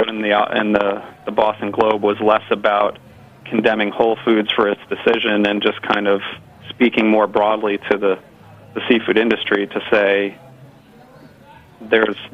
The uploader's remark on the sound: calls in with a report live from Bonnaroo